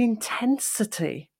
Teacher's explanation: I just did it there with the word intensity, how I draw out the different syllables in the word. I took the central syllable, intensity, and drew that out. I made the vowel longer, and I put a different emphasis on the word as a result.